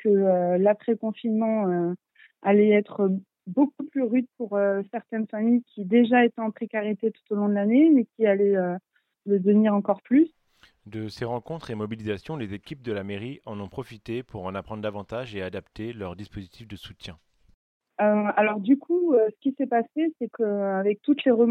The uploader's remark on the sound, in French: C’est dans le feu de l’action et pendant le confinement. Répondre à nos questions au téléphone.